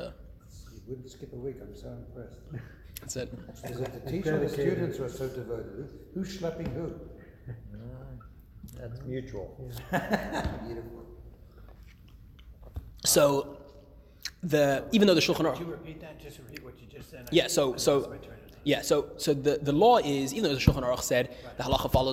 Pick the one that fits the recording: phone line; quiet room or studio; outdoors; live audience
live audience